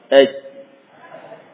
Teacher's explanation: Andai kata kita tidak memberikan qalqalah terlebih dahulu, ya, kita biarkan antara tengah lidah dengan apa, langit-langit, kita biarkan sementara menempel satu dengan yang lain · Term: Jim sukun